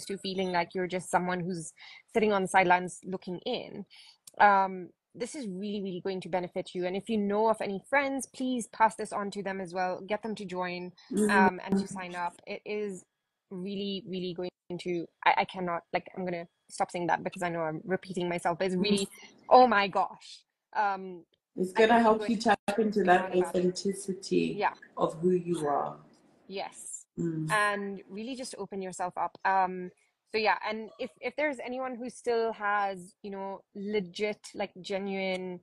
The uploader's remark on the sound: Today's episode is an Instagram Live